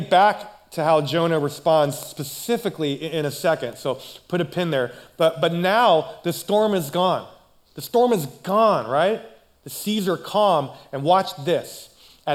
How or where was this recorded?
large echoing room